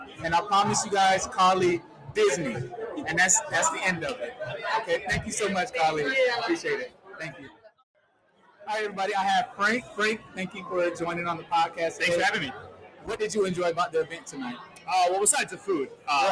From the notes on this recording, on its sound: The Pineapple Podcast was on location to gather insight and perspective from our panelist and guest who attended the Rosen Alumni Hospitality Knight